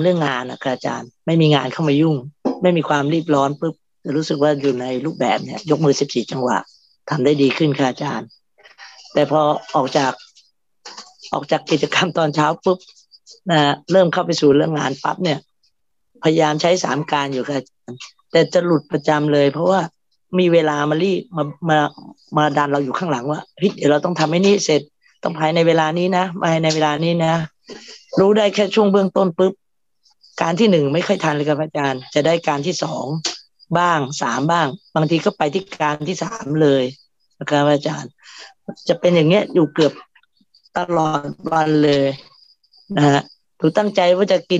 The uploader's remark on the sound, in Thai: เป็น 1 ใน 3 คอร์สออนไลน์ (ผ่านโปรแกรม Zoom).